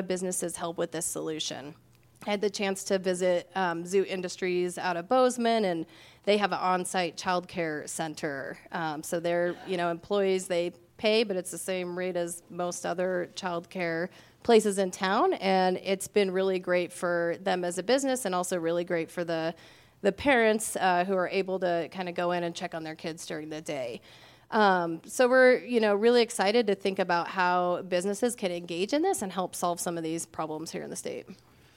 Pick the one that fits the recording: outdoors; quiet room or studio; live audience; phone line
live audience